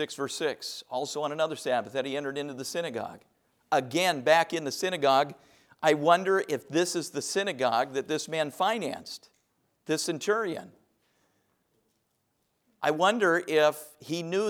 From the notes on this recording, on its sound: A message preached from the chapel platform at Baptist College of Ministry.